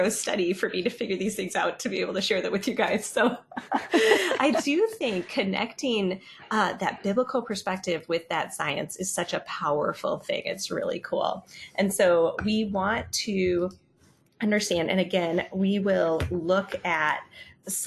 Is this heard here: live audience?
no